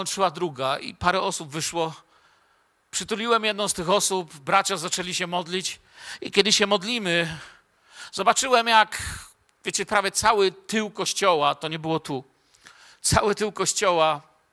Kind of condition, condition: setting, large echoing room